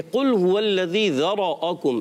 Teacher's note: रा को तो पुर करेंगे, ज़ाल को बारीक रखने हैं और हमज़ा को भी हमने बारीक रखना है